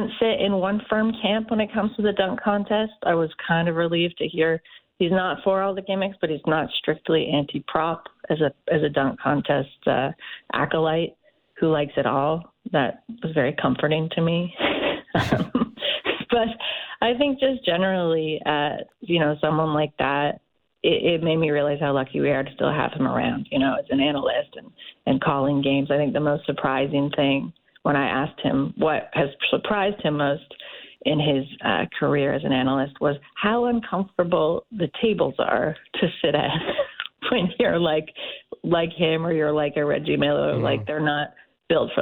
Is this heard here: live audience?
no